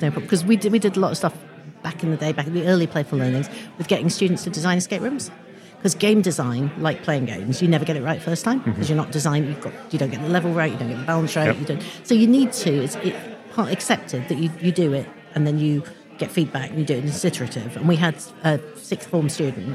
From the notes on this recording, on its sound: It’s the first in our very, very late miniseries recorded at the Playful Learning 2023 conference!